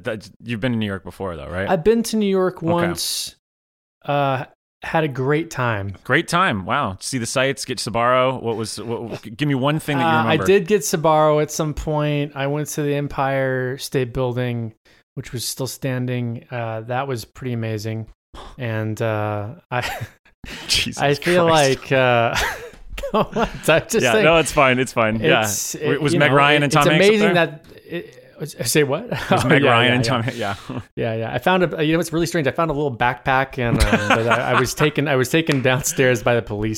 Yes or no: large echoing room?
no